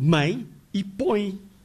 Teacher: escritos com um E que soa I